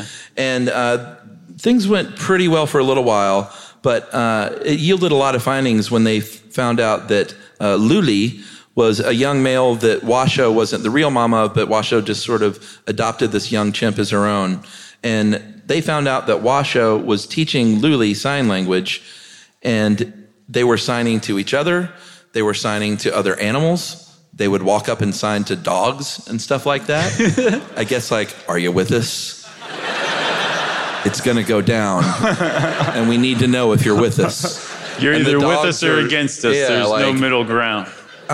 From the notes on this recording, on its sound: Recorded live before the pandemic in January 2020 at the Castro Theatre for San Francisco Sketchfest